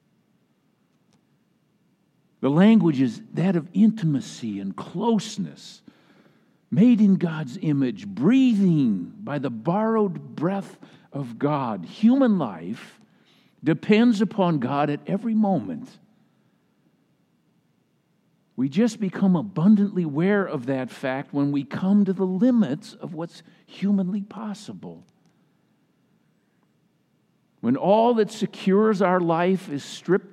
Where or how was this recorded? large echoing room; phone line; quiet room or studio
large echoing room